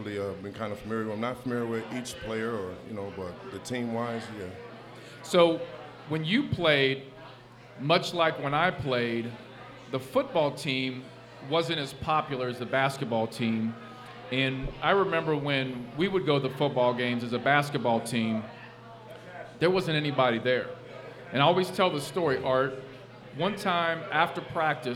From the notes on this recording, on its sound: LIVE at Mio's.